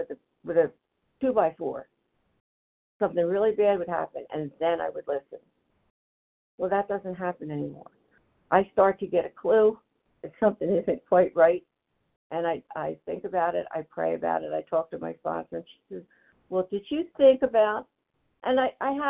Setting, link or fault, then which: link, phone line